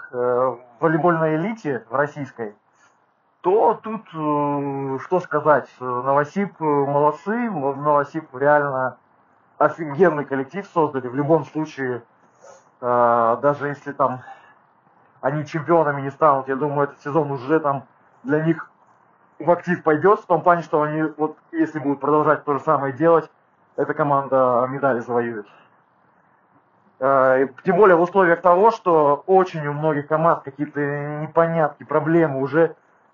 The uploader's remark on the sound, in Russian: ПЛОХОЕ КАЧЕСТВО ЗВУКА